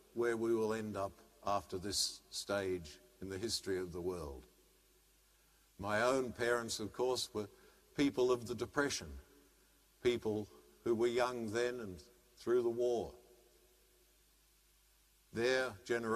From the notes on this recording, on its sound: as preached during the live-streamed 7 pm celebration from Sacred Heart Cathedral, Hamilton